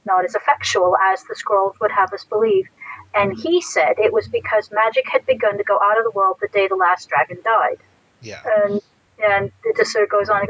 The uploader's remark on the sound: Sorry for the poor audio quality in this episode.